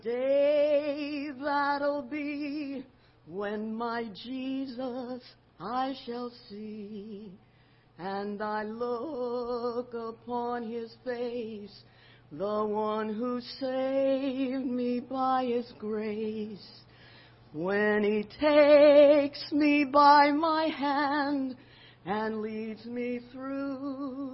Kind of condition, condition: setting, large echoing room